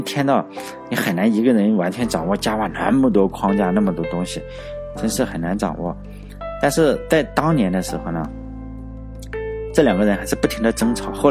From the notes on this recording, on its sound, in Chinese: 另外我重新录了一下音，以前录音没经验，就是一个手机，导致杂音超大。后来我插上耳机后，然后用背景音乐把杂音给掩盖一下。我的录音设备就是一个手机加一个耳机，然后再使用Audacity这个软件加上背景音乐来掩盖马路上的杂音。